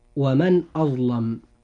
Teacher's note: إظهار حلقي، لأن النون الساكنة وقع بعدها الهمزة وهي من حروف الإظهار